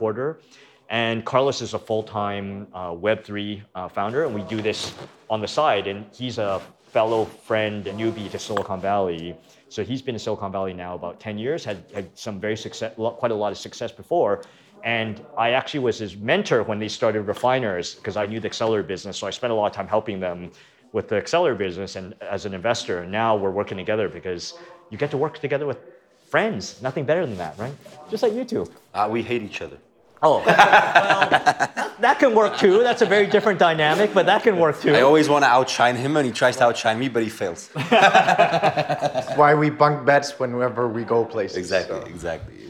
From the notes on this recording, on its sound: we were lucky enough to record this episode with him during How To Web